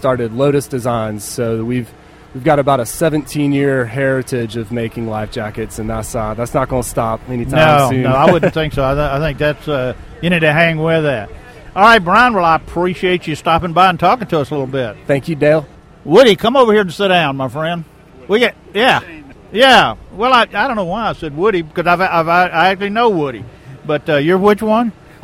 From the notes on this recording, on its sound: ON LOCATION. GearFest 2015.